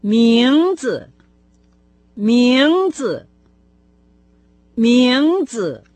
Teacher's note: Прежде всего, имя по-китайски будет «мензе». Сейчас начальный слог этого слова произносится со вторым тоном, последующий с легким.